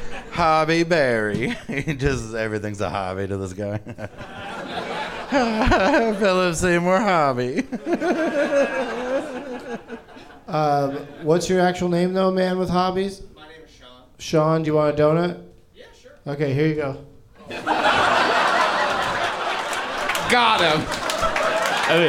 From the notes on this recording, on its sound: Live from Go Bananas Comedy Club in Cincinnati